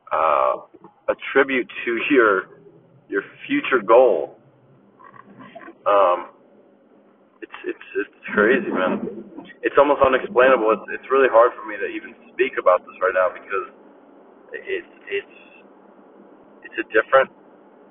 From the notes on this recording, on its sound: I sound like im calling from a jail cell but i assure you i am not! I apologize for the audio quality.